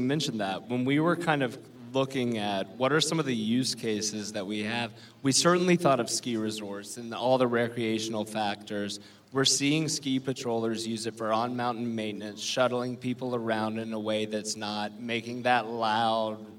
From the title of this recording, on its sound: LIVE from LONG BEACH